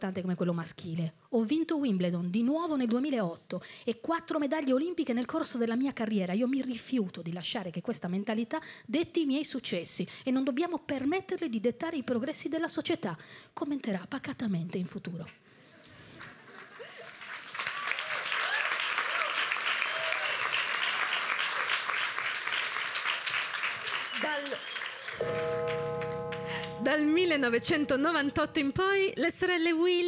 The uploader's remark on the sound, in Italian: raccontata live dal palco dell’Alcazar di Roma